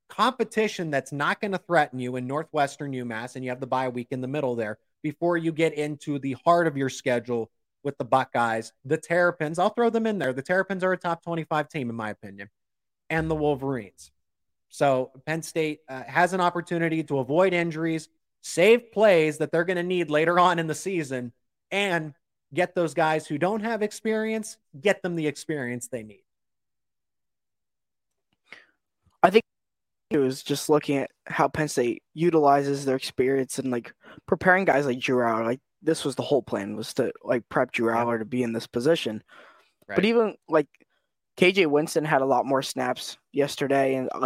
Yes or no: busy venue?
no